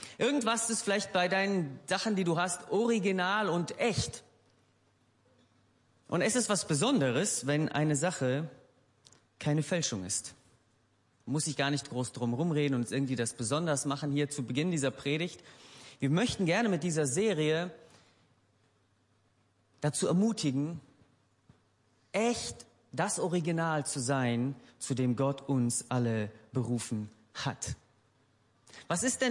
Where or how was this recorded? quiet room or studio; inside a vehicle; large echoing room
large echoing room